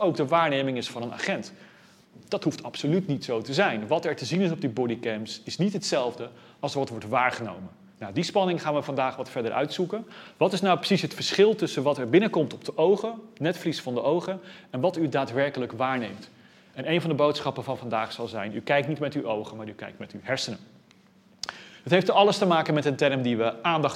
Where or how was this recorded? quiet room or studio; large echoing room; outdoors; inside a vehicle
large echoing room